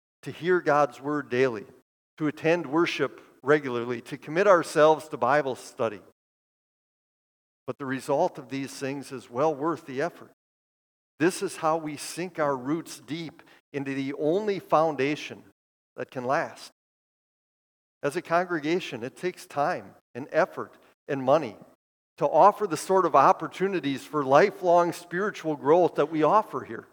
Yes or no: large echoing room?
yes